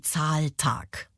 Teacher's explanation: Der Spondeus also besteht eben aus zwei betonten Silben · Das Coole ist, beide Silben werden gleichermaßen betont.